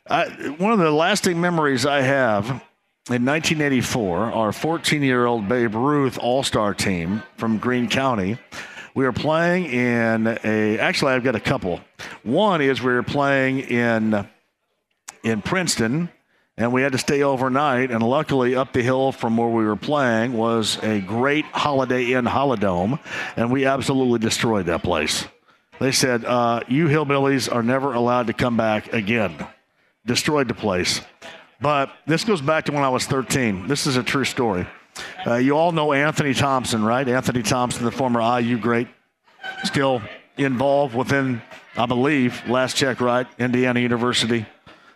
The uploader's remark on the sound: starts from Britton Tavern